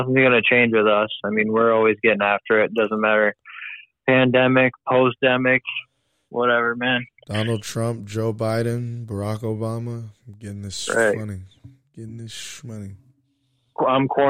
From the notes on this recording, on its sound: phones in while he quarantines